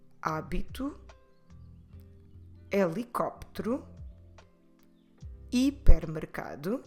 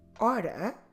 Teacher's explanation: In Portuguese, the H is completely silent.